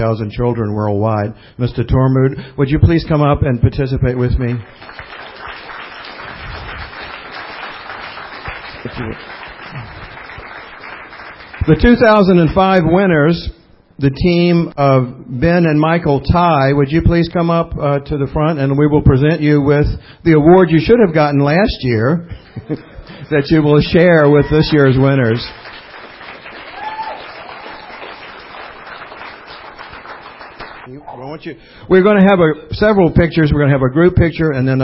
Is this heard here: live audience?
yes